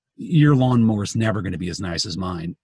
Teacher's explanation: what vocal fry does is reduce the voice to the lowest pitch that it can achieve, male or female, it's literally the lowest you can get.